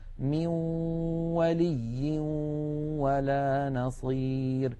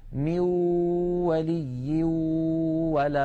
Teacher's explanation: يخرج صوتان في آن واحد، واو من الشفتين في المثال الذي معنا، وغنة من الخيشوم · Shown in: first take · مجموع هذين الصوتين يشكل النون المدغمة في الواو. · Term: إدغام بغنة